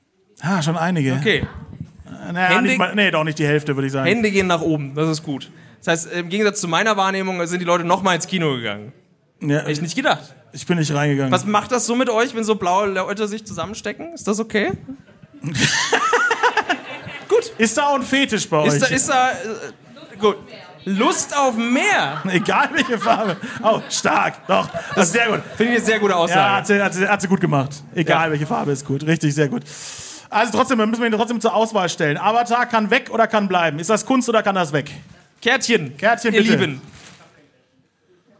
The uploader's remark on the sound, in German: In einer audiovisuellen Verkostung. Live im Afterwork.